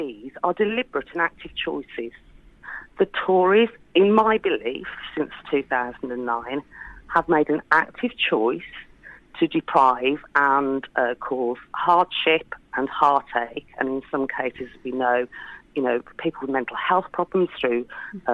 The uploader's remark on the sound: Was also in the studio to talk through the week’s headlines. On the phone to add further comments.